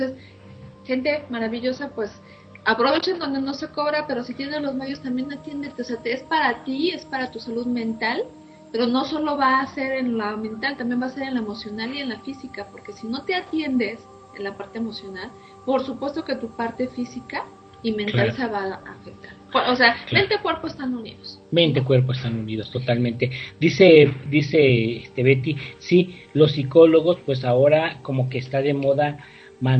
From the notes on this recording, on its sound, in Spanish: Una disculpa por el Audio la transmisión fue remota.